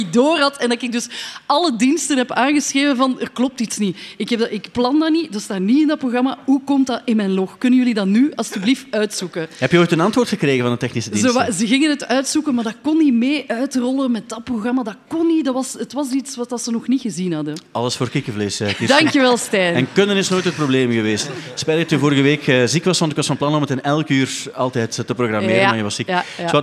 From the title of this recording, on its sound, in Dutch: De Popcast van het jaar live in AB